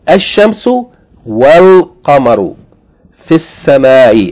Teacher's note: Qaf is a moon letter, so the lam is pronounced.